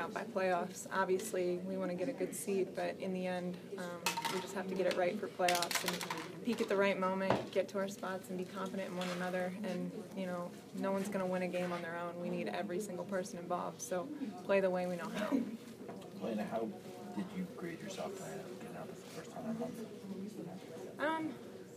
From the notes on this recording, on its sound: Speaks at her locker following the Washington Mystics' loss to the NY Liberty at Madison Square Garden.